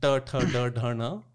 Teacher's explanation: इन सब में आपकी जीव कहाँ छू रही है मूर्धा पे छू रही है